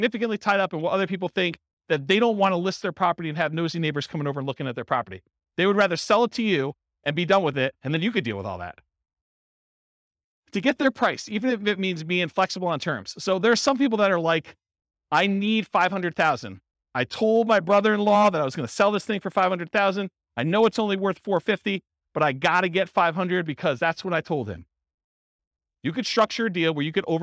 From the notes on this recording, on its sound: This was a live class recorded